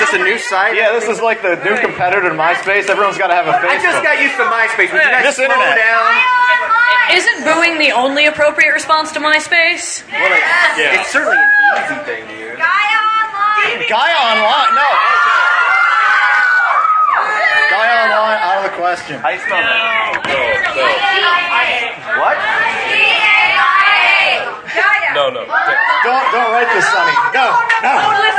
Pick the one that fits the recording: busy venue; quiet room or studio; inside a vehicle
busy venue